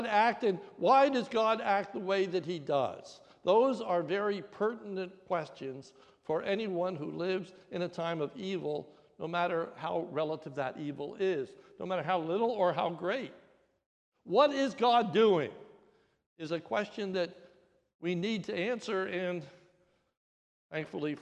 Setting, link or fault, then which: setting, large echoing room